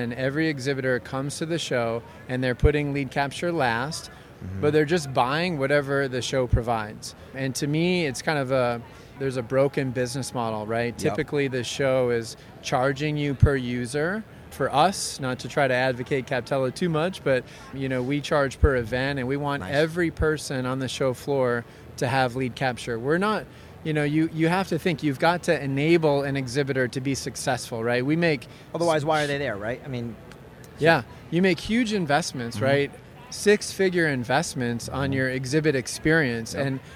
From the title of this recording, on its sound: Live On The Show Floor From ExhibitorLIVE